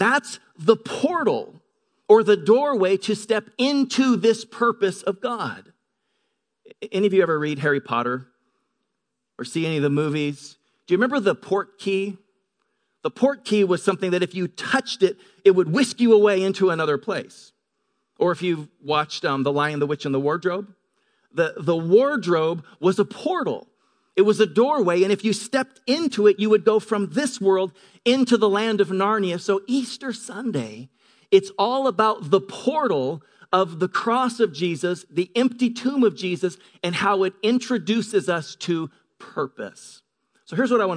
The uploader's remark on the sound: Delivered on 1 April 2018 at Grace Church of La Verne . Delivered on 1 April 2018 at Grace Church of La Verne .